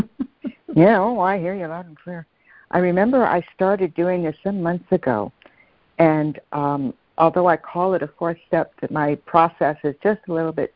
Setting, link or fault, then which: link, phone line